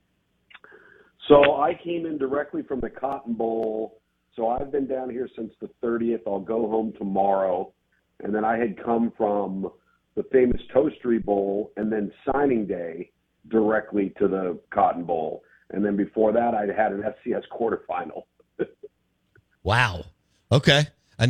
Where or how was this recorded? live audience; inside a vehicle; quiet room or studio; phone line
phone line